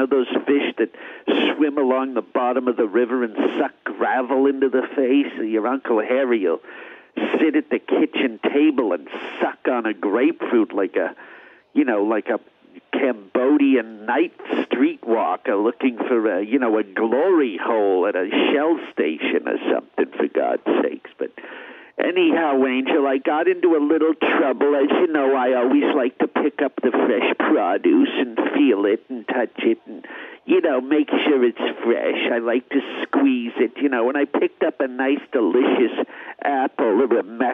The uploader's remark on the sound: Phone calls from Pavement Pounders.